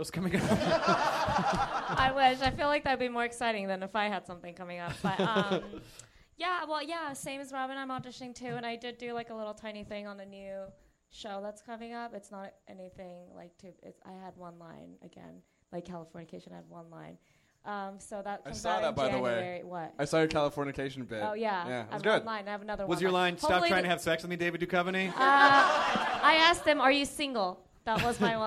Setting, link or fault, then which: setting, live audience